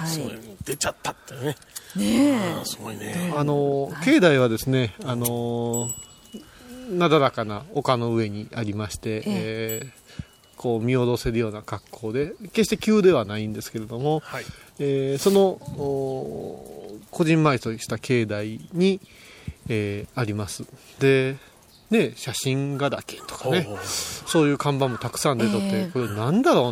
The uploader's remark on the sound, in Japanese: 小雨交じりの霧が立ち込める中での収録でした。